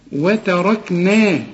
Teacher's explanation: والراء مفخمة والكاف والنون مرققين